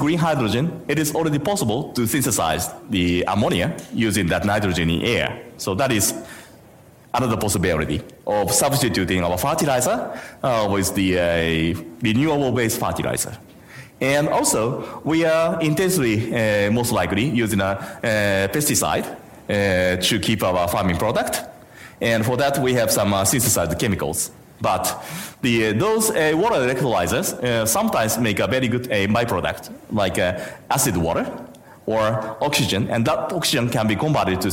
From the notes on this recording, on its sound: IFE Grand Challenge Lecture - recorded on on 23 August 2019 at QUT Gardens Point.